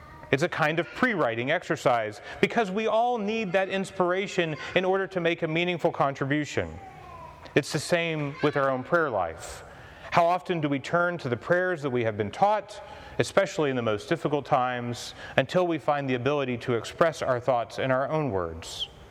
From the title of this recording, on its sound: Commencement Address for Holy Trinity High School